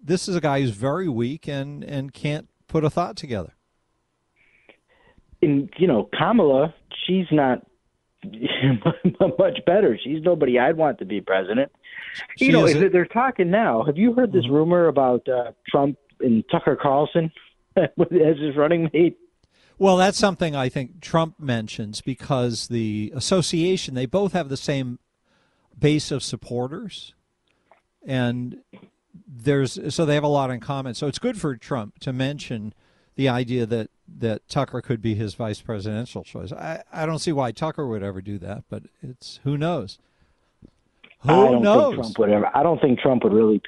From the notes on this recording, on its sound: take a few more phone calls